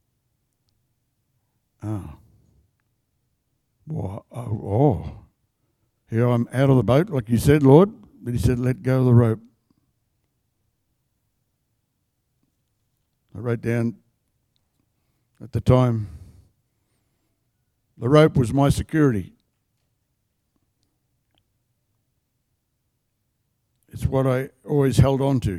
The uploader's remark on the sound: The live stream of Destiny Church Atherton